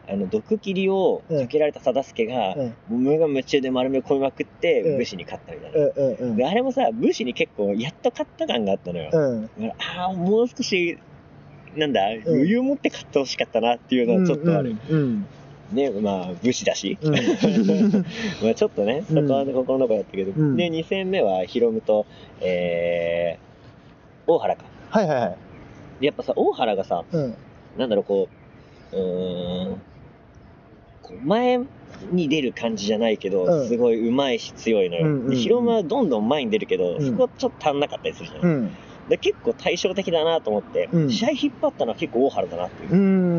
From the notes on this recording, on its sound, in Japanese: 横浜アリーナ前ゲリラ収録。今回は1.22グレート・ムタラストマッチが開催された、横浜アリーナ周辺で行ったゲリラ収録の模様をお届けします。